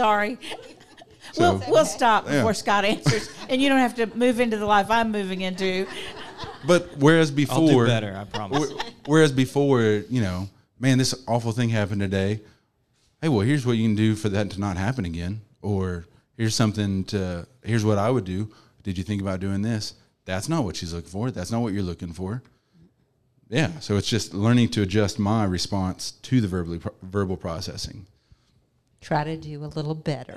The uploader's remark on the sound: Some great Q&A with the live audience at Coco + Hazel.